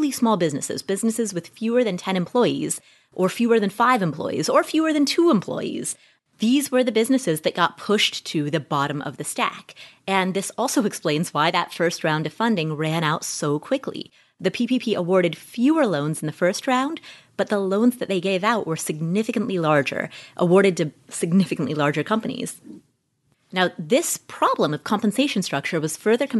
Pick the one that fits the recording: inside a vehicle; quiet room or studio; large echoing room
quiet room or studio